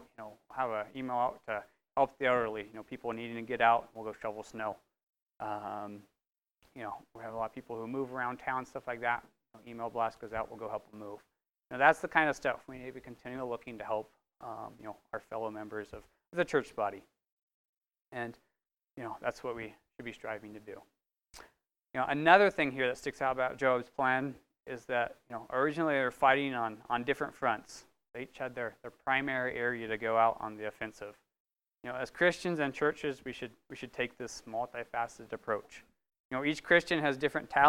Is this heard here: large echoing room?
yes